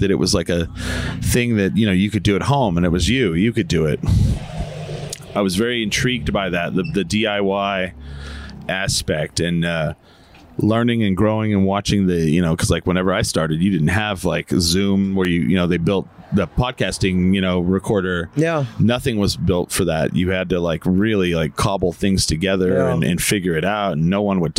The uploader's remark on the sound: Recorded at Castle Coffee